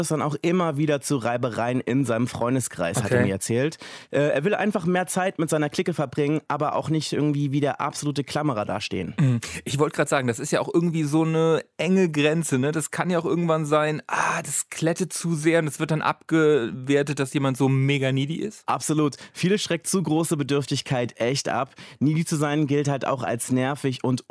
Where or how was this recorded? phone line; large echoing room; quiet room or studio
quiet room or studio